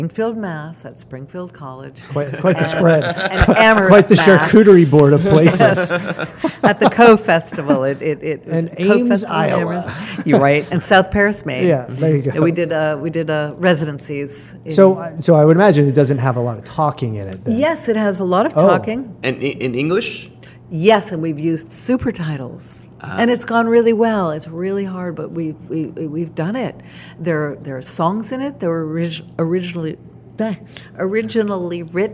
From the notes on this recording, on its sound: In this episode we record on location at Hales Ales.